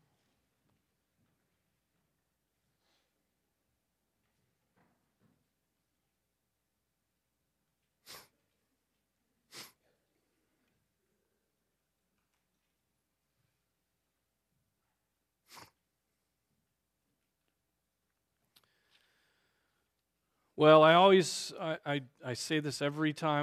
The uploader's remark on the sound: Preached on December 17, 2023 at Trinity Presbyterian Church ( Evangel Presbytery ) in Spartanburg, SC.